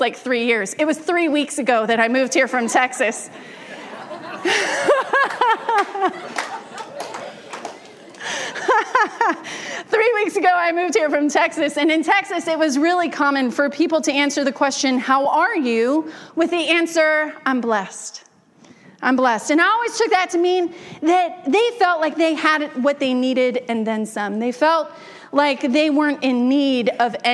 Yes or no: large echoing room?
yes